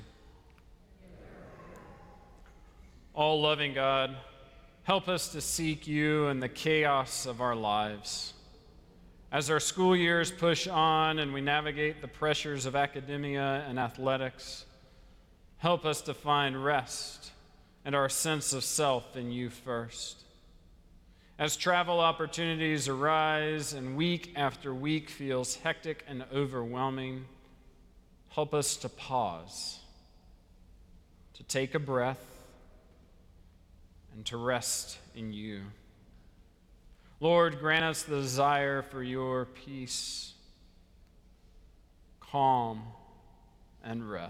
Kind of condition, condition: setting, large echoing room